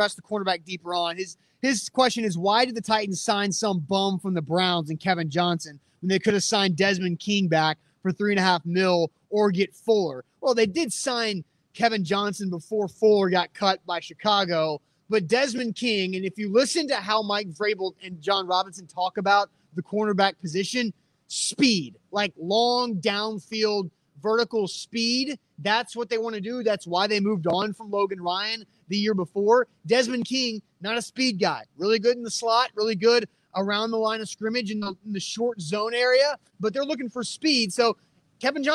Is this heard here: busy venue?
yes